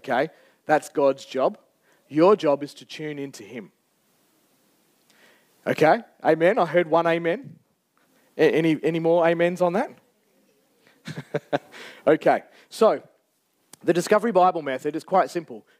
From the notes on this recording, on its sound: Recorded Live on 23rd July 2023